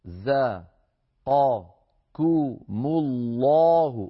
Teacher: رزقكم الله، انظروا إلى التناوب بين الحروف من حيث التفخيم والترقيق، را مفخمة لأن الراء مفتوحة، زا مرققة الزاي لأنها حرف مستفيل، قا القاف مفخمة لأنها من حروف الاستعلاء